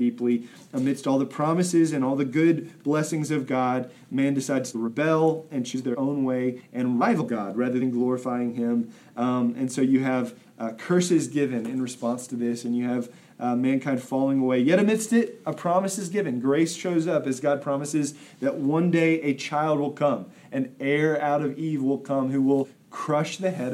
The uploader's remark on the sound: Recorded at Emmaus Church in Buford, GA